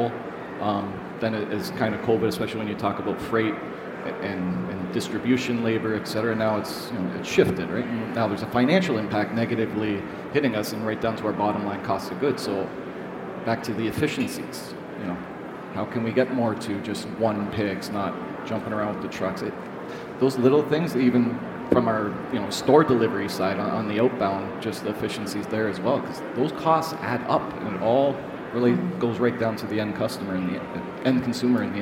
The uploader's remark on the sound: In this episode, we listen to the recording of the Learning Lounge from the recent CPMA’s Convention and Trade Show in Toronto.